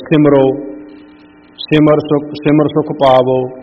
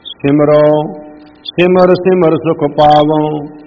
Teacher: ਸਿਮਰੋ ਦੇ ਊੜੇ ਨੂੰ ਨਾਸਕੀ ਉਚਾਰਨ ਦੇ ਨਾਲ ਉਚਾਰਨ ਕਰਨਾ ਪਏਗਾ। · Shown in: second take · ਅਤੇ ਉੱਧਰ ਪਾਵੋ, ਪਾਵੋ ਵੀ ਜਿਹੜਾ ਉਹ ਨਾਸਕੀ ਉਚਾਰਨ ਹੋਏਗਾ।